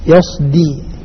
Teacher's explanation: في ناس بيفخم الدال تبعا للصاد · Term: التفخيم